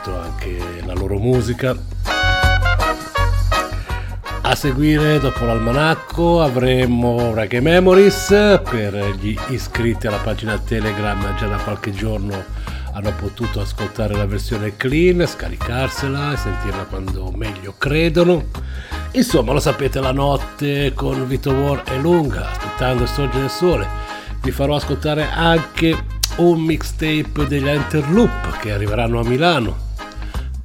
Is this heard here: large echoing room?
no